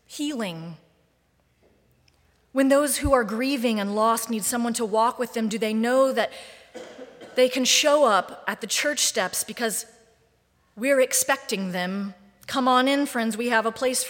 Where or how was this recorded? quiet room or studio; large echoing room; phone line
large echoing room